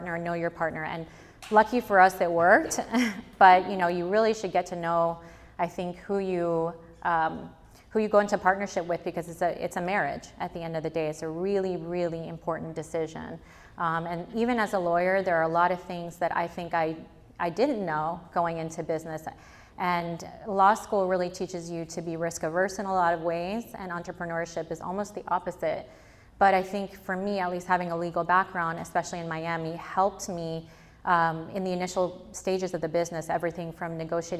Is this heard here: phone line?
no